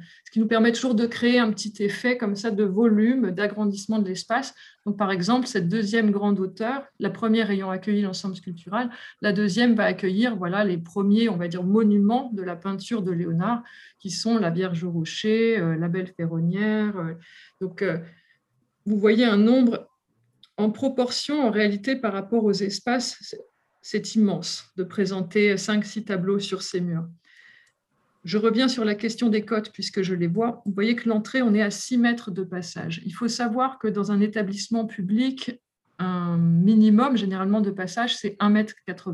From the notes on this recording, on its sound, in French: Enregistré sur zoom le 20 avril 2021